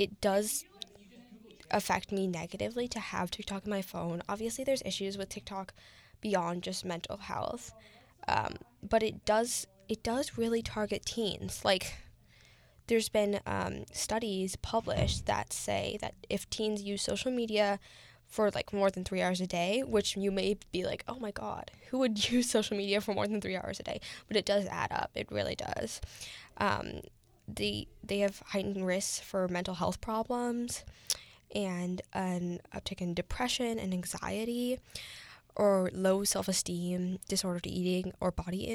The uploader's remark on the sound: There is some background noise, which unfortunately i wasn't aware.